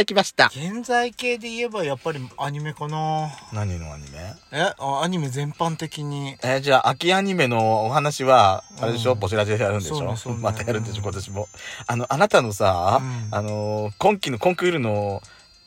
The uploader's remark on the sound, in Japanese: パーキング収録